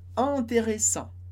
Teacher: terminando no som de an, sem pronunciar o T. A gente corta o T.